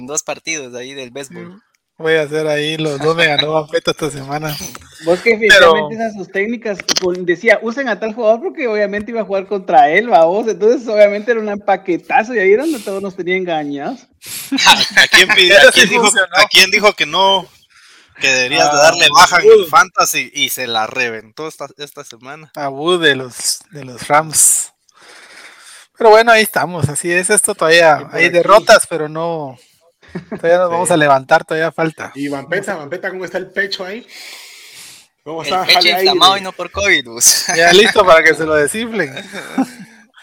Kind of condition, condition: fault, poor sound quality